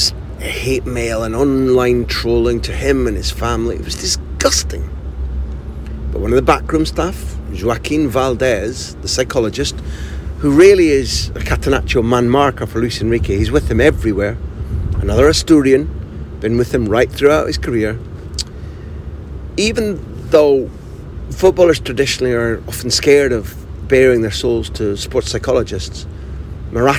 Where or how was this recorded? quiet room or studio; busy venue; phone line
busy venue